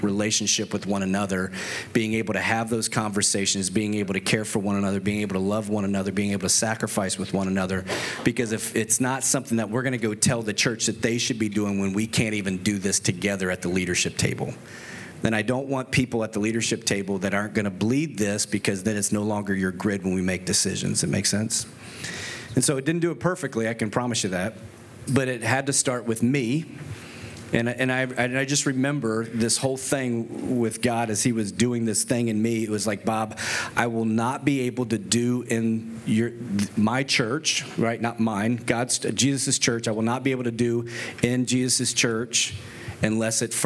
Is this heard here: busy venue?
yes